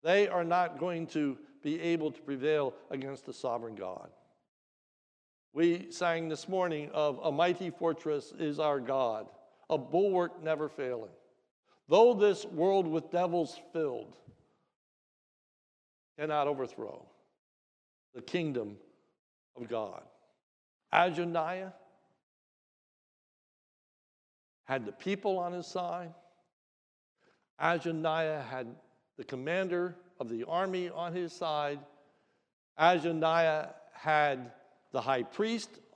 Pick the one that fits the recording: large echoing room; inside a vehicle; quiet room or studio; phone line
large echoing room